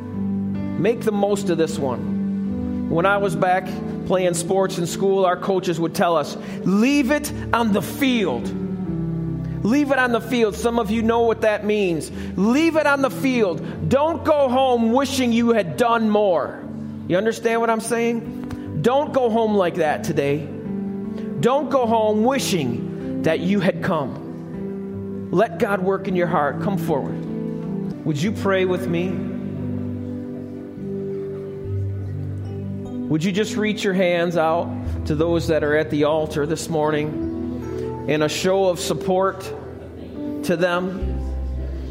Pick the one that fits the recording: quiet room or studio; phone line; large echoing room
large echoing room